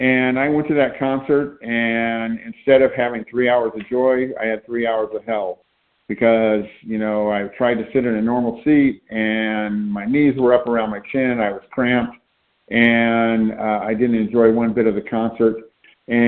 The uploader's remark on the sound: from the 100 Pounders Phone Meeting on 9/29/20